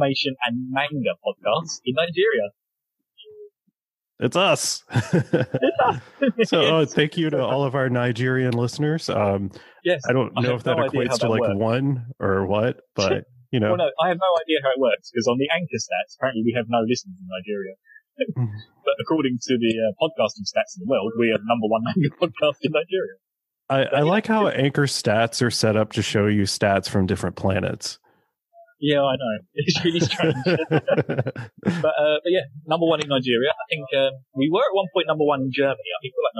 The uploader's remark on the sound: bad-ish audio quality